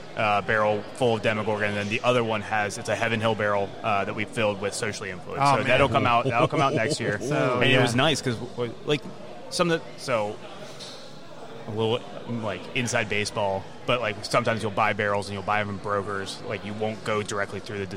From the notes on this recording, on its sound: Live at Streetside.